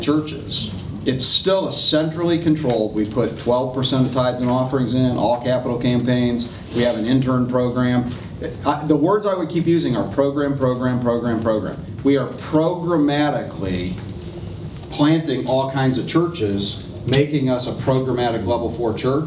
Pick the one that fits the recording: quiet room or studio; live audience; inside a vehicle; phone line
live audience